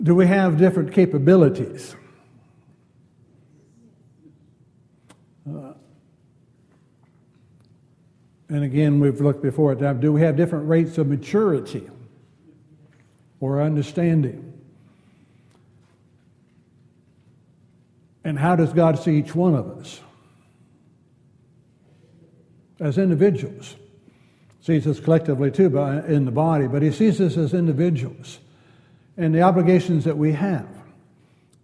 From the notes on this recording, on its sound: Wednesday Night Class. Downtown Church Of Christ Audio Sermon.